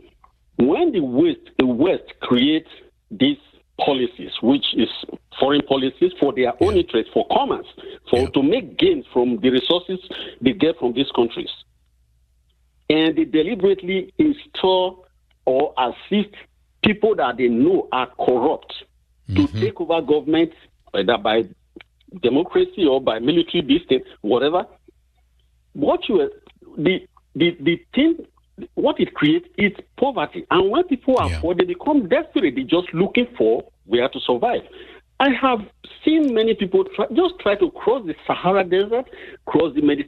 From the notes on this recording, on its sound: From the frontlines of Texas. Our callers, echoing from towns like Uvalde to Nigeria.